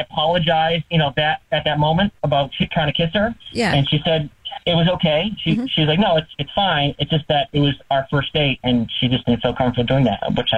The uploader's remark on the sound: We get that other person on the phone to see why they're "ghosting". There is a guy on the phone.